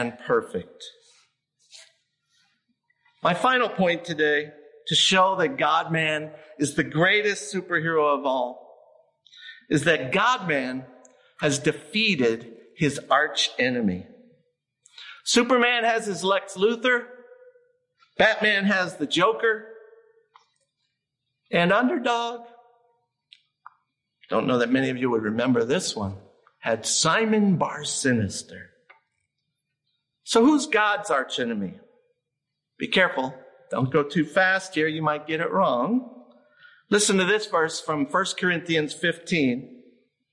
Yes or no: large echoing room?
yes